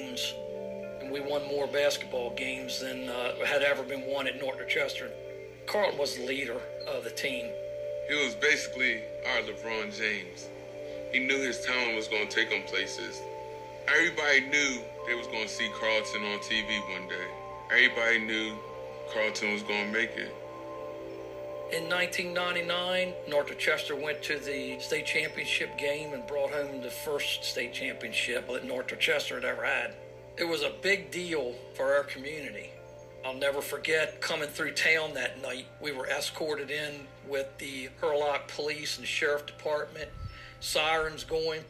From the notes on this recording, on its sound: I apologize for the additional background noises. (All clips are from the documentary).